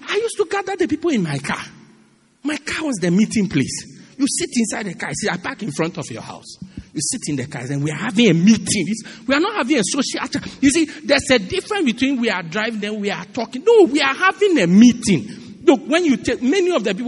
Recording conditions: large echoing room